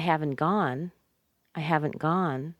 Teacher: the NT before a consonant makes it kind of H, but the T before a vowel often makes that T kind of disappear.